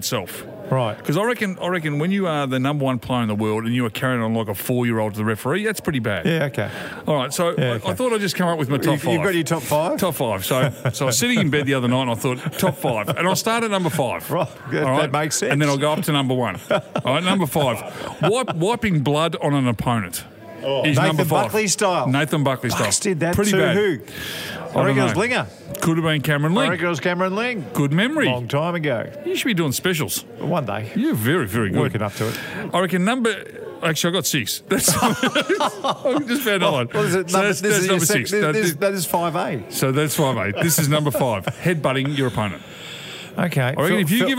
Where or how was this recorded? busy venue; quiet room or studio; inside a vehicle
busy venue